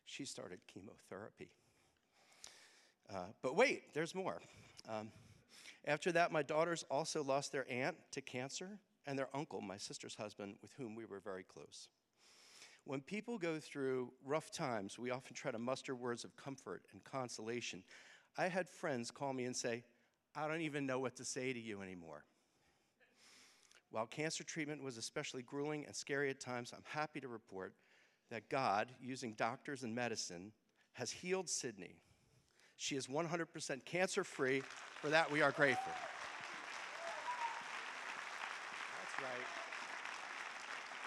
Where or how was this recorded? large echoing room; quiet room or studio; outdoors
large echoing room